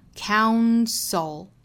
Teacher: Counsel 不要读成了 counsel 哈，应该是 ow 的双元音，再加后面鼻音是 own